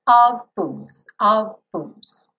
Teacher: Of fools, eu vou uma vez só nesse som aqui do F, tá? Embora o of tenha um som de V, mas o V e o F são feitos no mesmo lugar, certo?